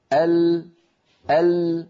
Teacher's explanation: فاللام فيها جريان ولكنه ضئيل